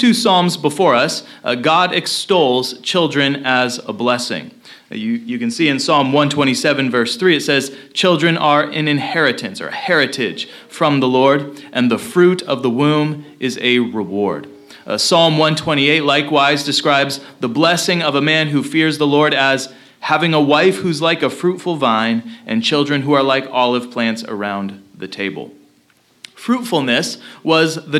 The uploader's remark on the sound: Location: Christ Covenant Church – Centralia, Washington